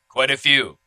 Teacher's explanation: And we have a flat T sound.